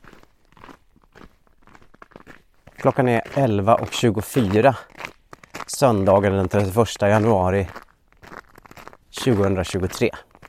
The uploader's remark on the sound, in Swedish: det knastrande ljudet från hans steg på snön